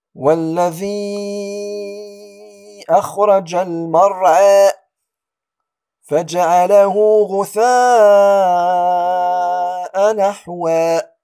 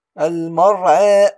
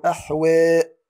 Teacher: الإمالة لغة هي العدول إلى الشيء والإقبال عليه، واصطلاحا هي أن تنحو بالفتح نحو الكسرة وبالألف الذي بعدها نحو الياء · Term: الإمالة الصغرى